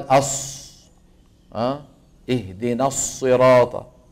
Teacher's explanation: استعمال الشفتين في حرف الصاد شائع بين بعض من يعلم القرآن في عصرنا